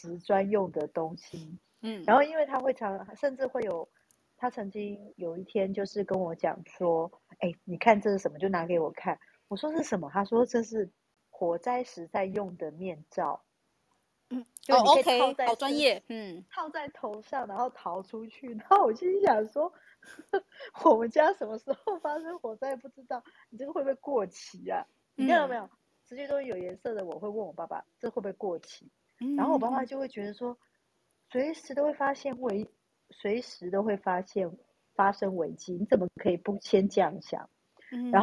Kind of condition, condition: fault, poor microphone